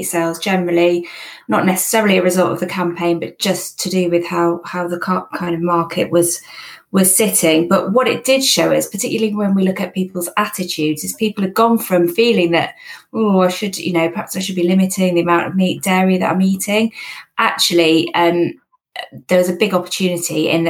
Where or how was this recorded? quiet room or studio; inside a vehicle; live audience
quiet room or studio